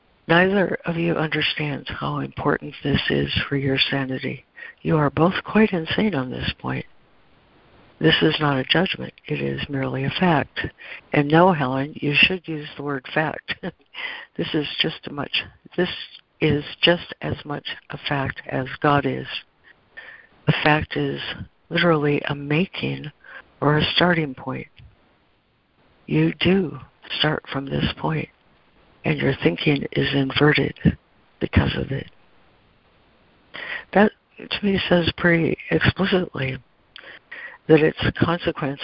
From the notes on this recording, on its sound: ACIM Daily Conference Call.